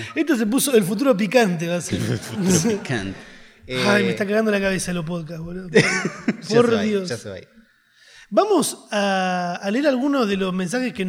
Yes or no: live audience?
yes